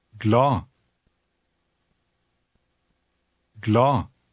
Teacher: The D at the end is silent.